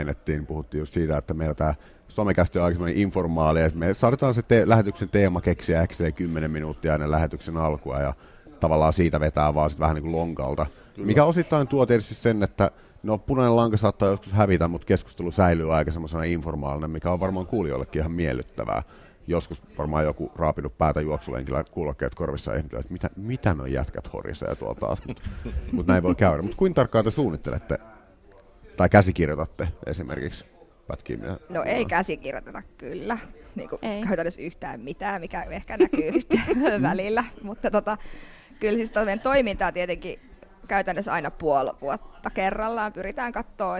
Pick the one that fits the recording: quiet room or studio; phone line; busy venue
busy venue